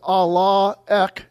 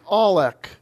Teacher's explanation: the alpha is elided because it comes before a word that has a vowel in front of it · Shown in: second take · So instead of Allah ek, it's al ek for pronunciation purposes.